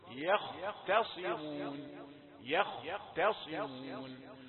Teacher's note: إنما نقول له يا رقيقة ثم خاء مفخمة يخ تاء رقيقة ثم صاد مفخمة. هي مفخمة وإن كانت في آخر درجات التفخيم صاد مكسورة.